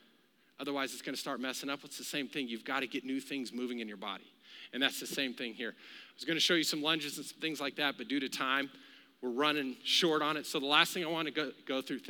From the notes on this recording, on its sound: Recorded live during our Wednesday night service